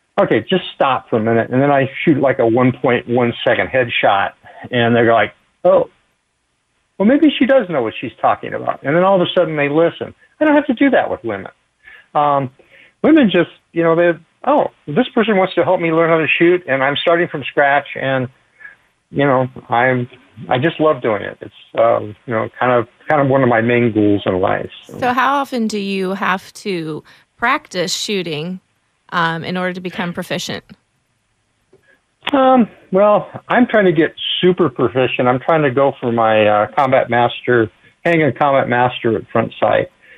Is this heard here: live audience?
no